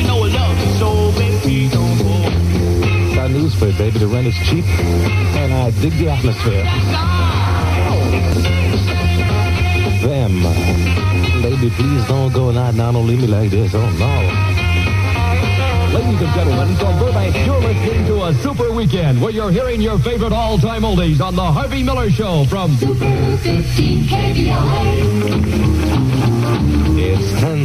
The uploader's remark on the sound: take your live calls